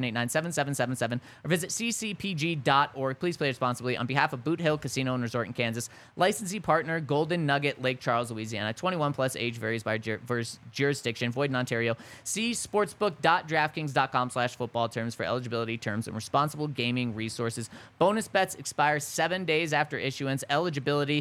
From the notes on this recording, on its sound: coming to you LIVE from the DNVR Bar